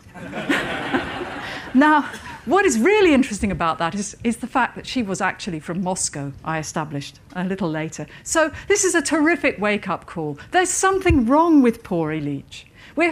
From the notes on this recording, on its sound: Recorded at Chalke Valley History Festival 2017.